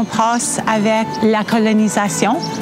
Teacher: on entend un accent québécois, on entend un accent un peu acadien, on entend des airs roulés, mais on entend aussi une intonation anglophone · Term: accent hors Québec